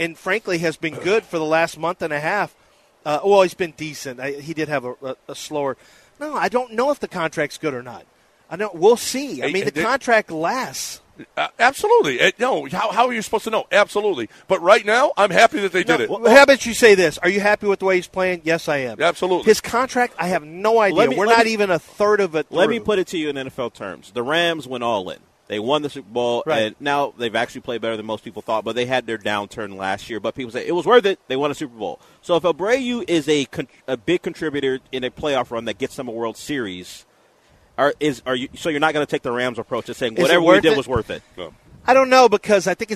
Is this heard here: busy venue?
yes